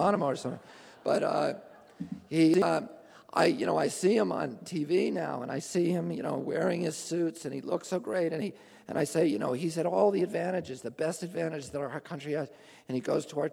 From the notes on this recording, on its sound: speaks at the Marin Civic Auditorium in San Rafael, CA on March 4, 2005